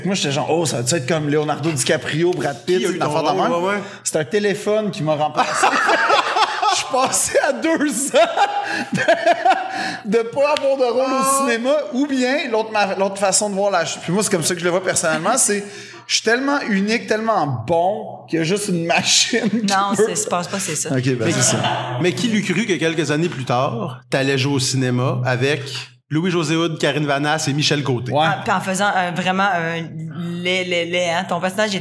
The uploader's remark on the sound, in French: on enregistrait en direct du festival MiniFest.